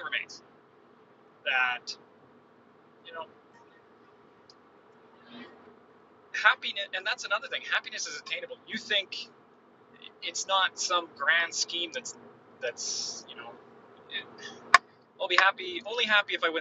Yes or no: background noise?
yes